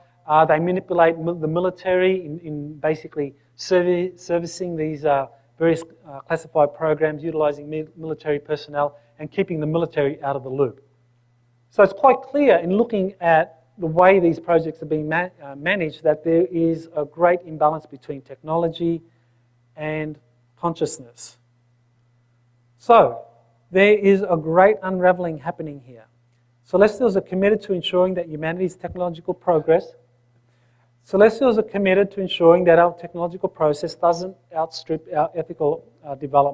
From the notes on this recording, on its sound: In this video recording from the January 2010 Earth Transformation Conference held on the Big Island of Hawaii